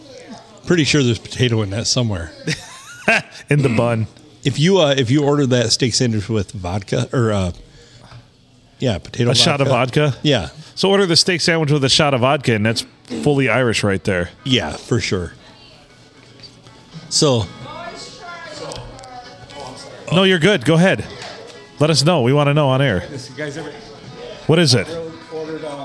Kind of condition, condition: setting, busy venue